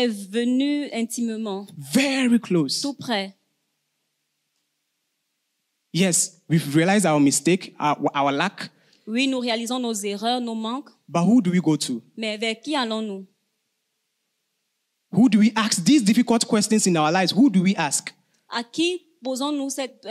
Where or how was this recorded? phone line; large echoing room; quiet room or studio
large echoing room